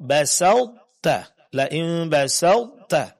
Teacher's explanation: Ta sifat qalqalahnya tidak lagi berlaku. Sehingga sukunnya dia tidak lagi dipraktekkan dengan mengqalqalahkannya karena dia sudah dileburkan ke dalam huruf ta. · Term: idgham naqis